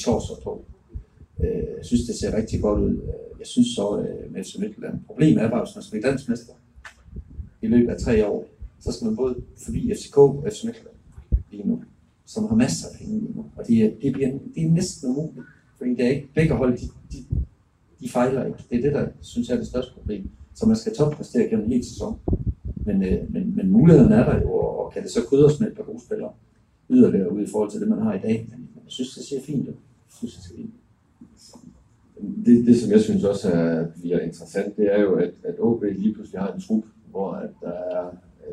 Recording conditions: poor sound quality